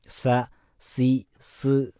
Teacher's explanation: സീനിനെ നമ്മൾ പറഞ്ഞു തർക്കീഖാക്കിയാണ് ഉച്ചരിക്കേണ്ടത്, തഫ്ഹീമാക്കരുത്. സ സി സ് എന്നുള്ളതാണ്, വായ തുറന്നിട്ട് പറയണം. · Term: സീൻ